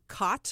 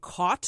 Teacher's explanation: there's words that we merge together, like cot, what you sleep in, and caught, like you've caught a fish